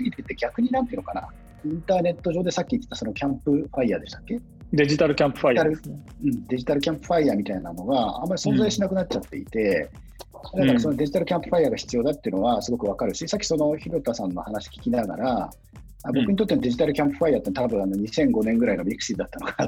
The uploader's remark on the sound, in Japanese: 収録はzoomを活用して遠隔で行いました。音声が聞きづらい部分がある点、ご了承ください。